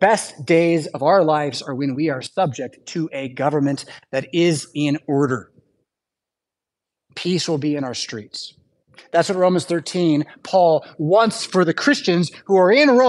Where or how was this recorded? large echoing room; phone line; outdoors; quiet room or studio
large echoing room